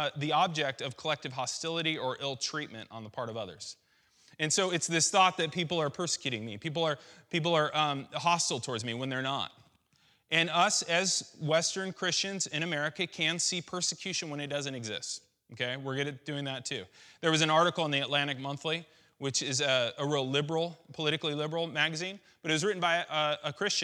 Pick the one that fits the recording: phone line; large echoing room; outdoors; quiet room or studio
large echoing room